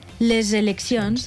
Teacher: La S de l'article és que és sorda, solta, passaria a ser sonora perquè la següent paraula comença per vocal, que és sonora. · Term: fonètica sintàctica